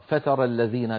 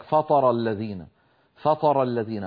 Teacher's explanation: يعني لما أنا أريد أن أنطق مثلا حرف التاء تا تا، من المخرج نفسه حرف الطاء، فإذا فخمت التاء قليلا تتحول إلى طاء · Shown in: second take · يعني نسمع من بعض إخواننا مثلا بده يقرأ فتر الذين، بلك فطر الذين، فطر الذين، فطر صارت فطر، من فطر يفطر مثل فاطر السماوات والأرض.